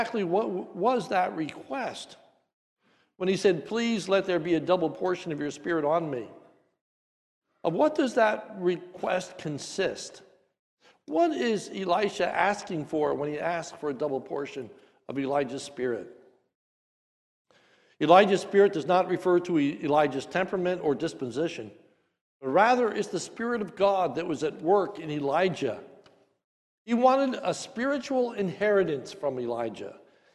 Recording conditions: large echoing room